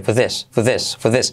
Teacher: Y ese for this, también saltamos la R.